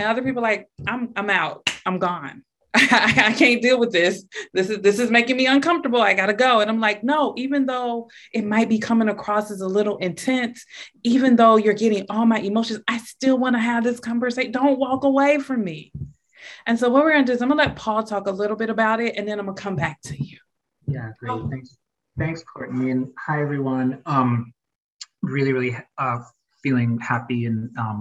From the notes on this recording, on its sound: Note: Please note that this is an audio recording from a Zoom meeting and may include language not relevant to a podcast setting.